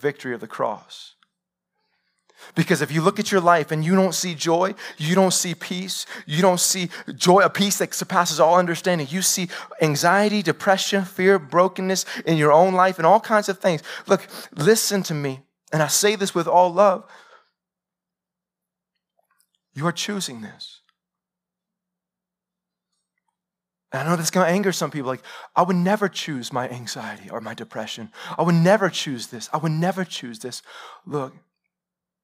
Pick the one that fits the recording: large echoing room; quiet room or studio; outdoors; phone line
large echoing room